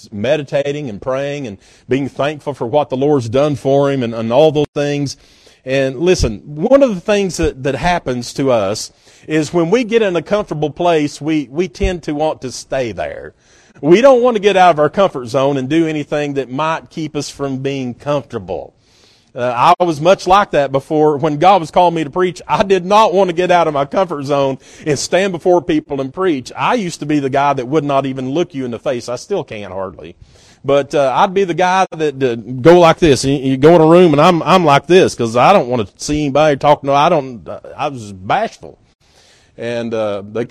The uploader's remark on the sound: At Northside Baptist Church-in Knoxville, TN.